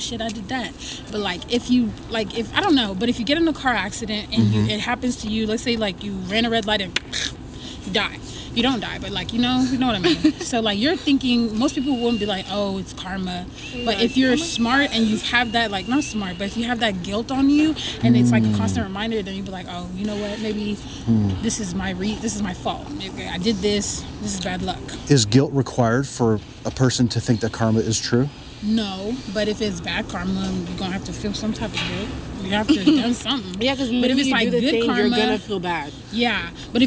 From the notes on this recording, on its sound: Location: San Antonio, Texas. The video of this encounter was not uploaded. Recorded w/Go-Pro. Edited w/PowerDirector.